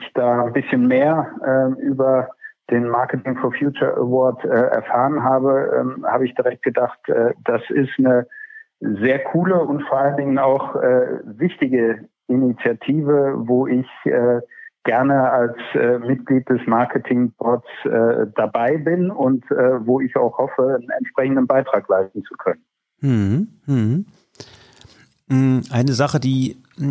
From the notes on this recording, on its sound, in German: Telefoninterview